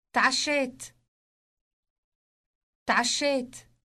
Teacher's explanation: It starts with a T sound followed by a sound produced deep in the throat. Note also the elongated sh sound.